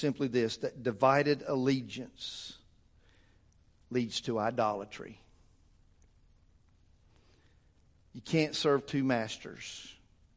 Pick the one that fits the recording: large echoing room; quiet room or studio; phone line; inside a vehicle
large echoing room